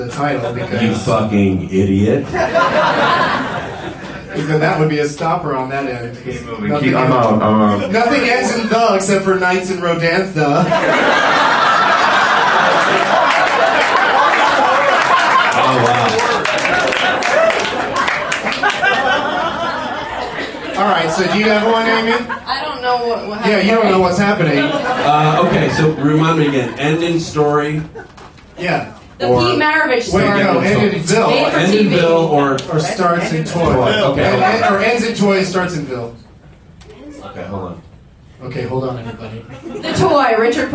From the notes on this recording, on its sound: special edition podcast recorded live at The Del Close Marathon 2010 at UCB-NY